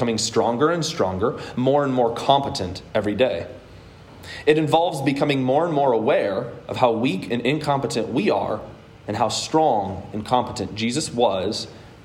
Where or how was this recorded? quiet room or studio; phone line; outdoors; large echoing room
large echoing room